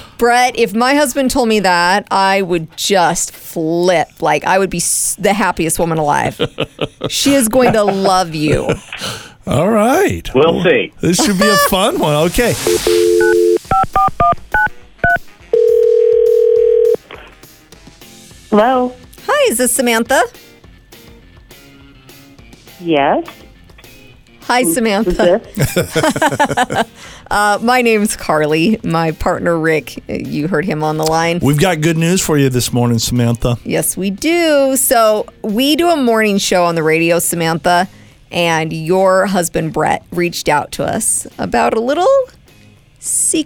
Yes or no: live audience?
no